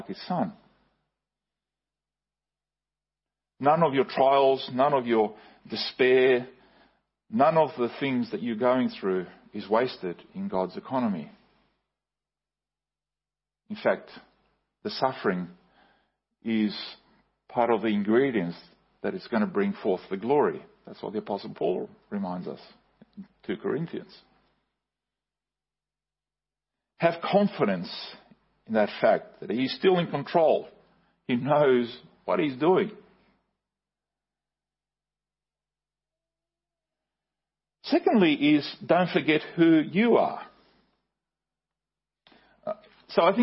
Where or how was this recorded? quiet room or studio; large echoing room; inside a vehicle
large echoing room